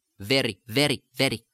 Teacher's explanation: simply try to do a D tap, a slight D sound, like in very, very, instead of very.